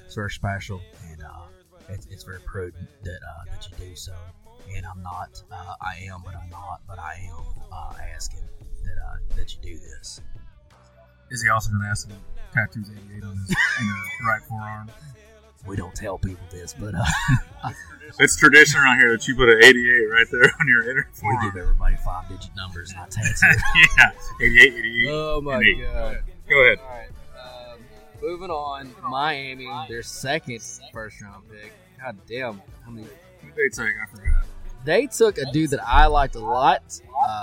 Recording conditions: outdoors